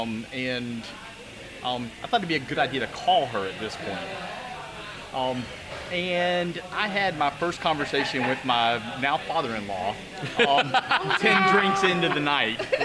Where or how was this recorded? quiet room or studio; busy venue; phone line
busy venue